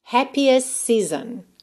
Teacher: Aqui, perceba que o T de happiest realmente sumiu. Por quê? Porque eu já tinha um S antes e eu tenho um S logo depois.